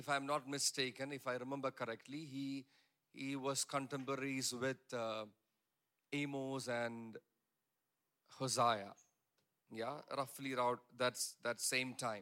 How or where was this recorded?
large echoing room